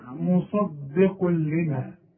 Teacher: لكن اللام والراء بدون غنى يبقى دي اسمها ايه؟ ادغام كامل بدون غنى